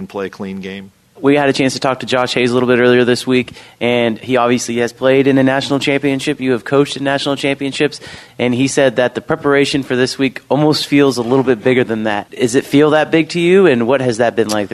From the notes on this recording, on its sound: press conference